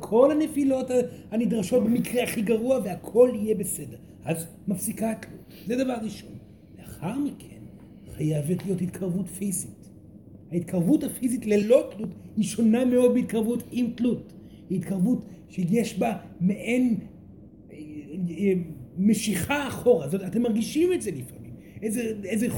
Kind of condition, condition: setting, live audience